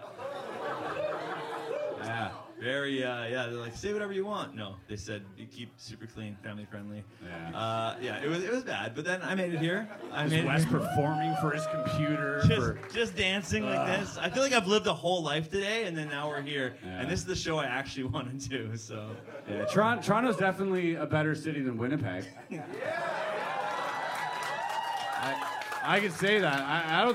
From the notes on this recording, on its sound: Bottom Of The Barrel LIVE at the Comedy Bar!! - Toronto.